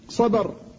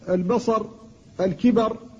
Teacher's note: فإنك تقف عليها على الراء بالسكون فيجب تفخيمها